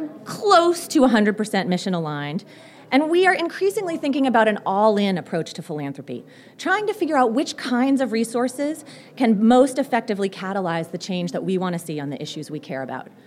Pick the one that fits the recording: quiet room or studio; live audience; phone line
live audience